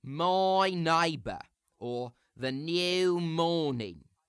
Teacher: there is an occasional slight nasal assimilation in Cockney after the M or the N or the G, the NG sound, which does sometimes spill over onto the next vowel, such as in my neighbour or the new morning.